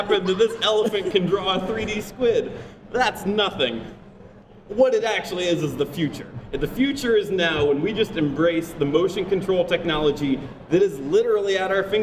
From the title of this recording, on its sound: LIVE! at the Midwest Gaming Classic